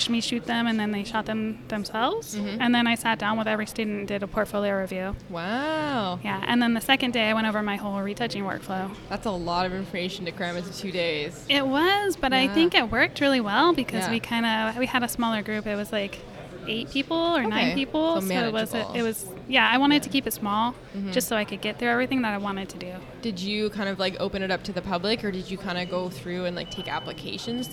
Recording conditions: busy venue